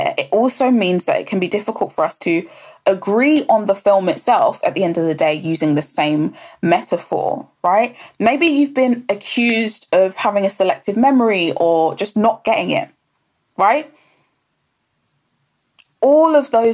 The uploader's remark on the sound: Live on Instagram